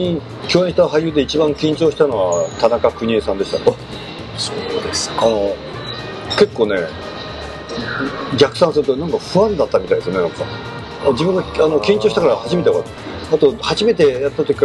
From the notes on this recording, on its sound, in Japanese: 東京某所でのインタビュー。音声につきましては、スタジオでの収録ではありませんので、多少騒がしいのはお許しいただければと思います。